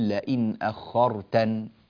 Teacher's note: يقرأه قالون بإثبات الياء وصلا وحذفها وقفا